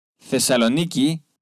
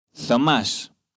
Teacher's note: читается как межзубный глухой звук, как в английском слове think